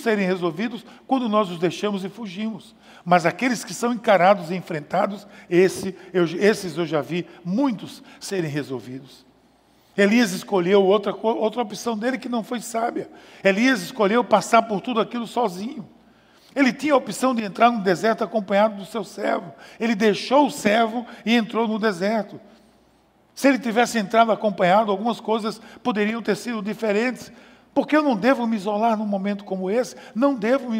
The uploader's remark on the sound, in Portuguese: Podcast gravado na PAES Piedade no dia 22/06/2020.